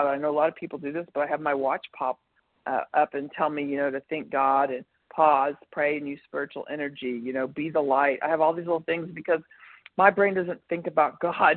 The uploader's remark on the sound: 100 Pounders Phone Meeting